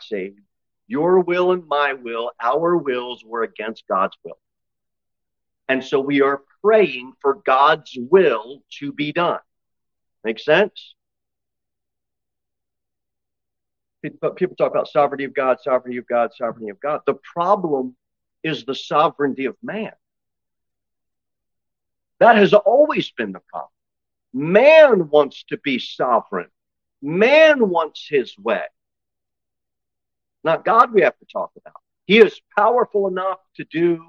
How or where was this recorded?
large echoing room